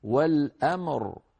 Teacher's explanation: سكنت الراء وقبلها ميم ساكنة، فاجتمع في النطق ساكنان، ميم ساكنة راء ساكنة، فلا بد من إعطاء كل حرف حقه من المخرج والصفات · Term: اجتماع الساكنين